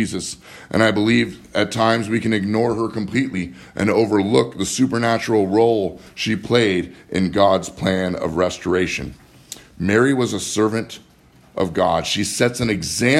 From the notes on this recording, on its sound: Live from Living Word Lutheran in Graham, Wa